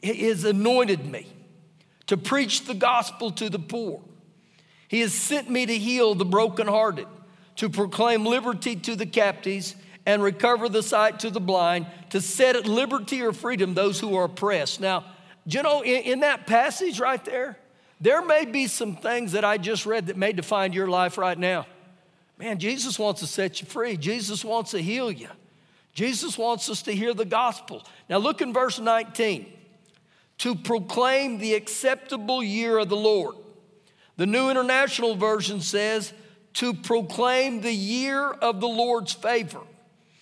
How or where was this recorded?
live audience